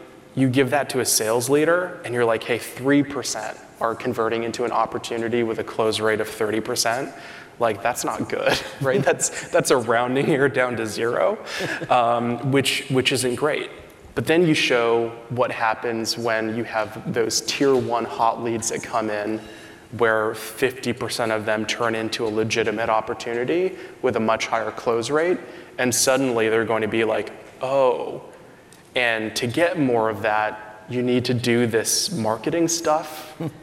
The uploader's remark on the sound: During this candid fireside chat at the 2023 B2B Sales & Marketing Exchange